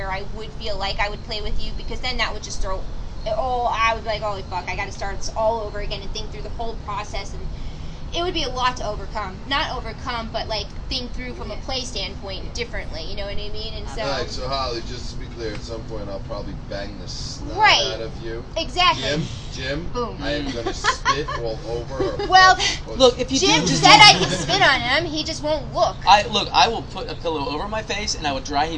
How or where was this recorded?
outdoors